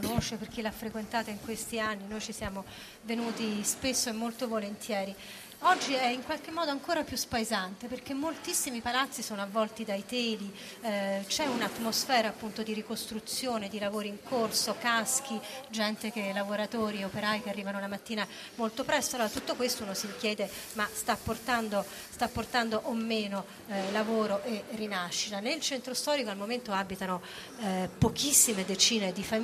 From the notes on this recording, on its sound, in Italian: In diretta da piazza Duomo a L'Aquila.